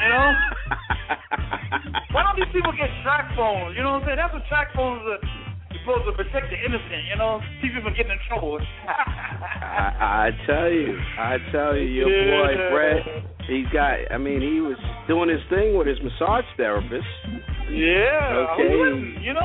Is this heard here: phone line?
yes